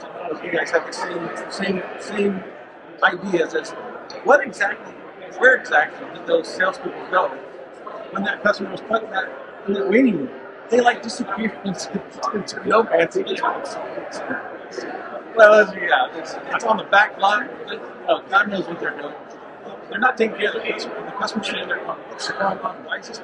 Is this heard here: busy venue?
yes